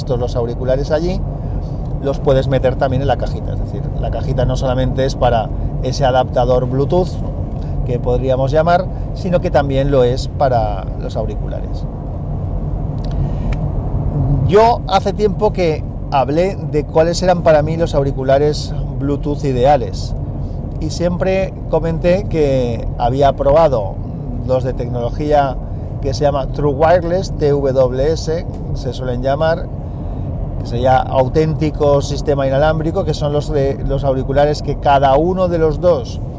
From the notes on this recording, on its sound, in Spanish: Un capítulo de guerrilla grabado en el coche. Podcast grabado en un Samsung Galaxy Note 8 con la aplicación Hi-Q MP3 Recorder y micro Boya BY-LM10.